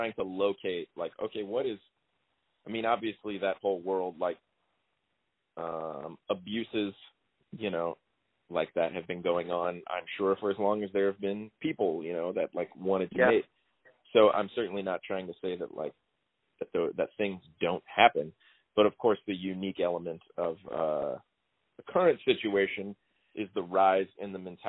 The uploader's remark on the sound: I used a piece of technology that's new to me which is a telephone call recorder, so the quality's a little lower than usual (a few hiccups especially in the second half) and it ends abruptly. The trade off is that I can broaden the scope of the podcast to outside just the area where I live.